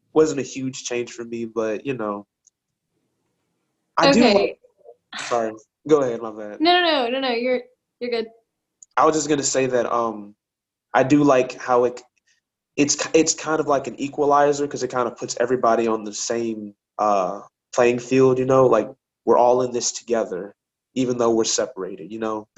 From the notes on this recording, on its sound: as they talk through a zoom call